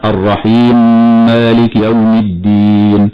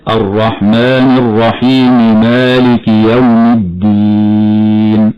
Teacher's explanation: من الخطأ هنا عند وصل كلمة الرحيم بكلمة مالك أن بعضهم يدغم الميم في كلمة الرحيم أو من كلمة الرحيم في الميم من كلمة مالك، وهذا لا يجوز في رواية حفص عن عاصم، فبعضهم يقرأ خطأ هكذا الرحيم مالك يوم الدين، والصواب إظهار الميم في كلمة الرحيم عند الميم من كلمة مالك · Shown in: second take · هكذا الرحمن الرحيم مالك يوم الدين.